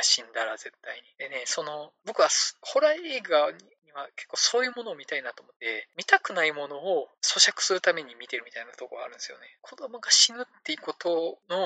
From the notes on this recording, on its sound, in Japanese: 音質が悪すぎたため、可能な限りで音質改善しました。(でも全然音悪いです。)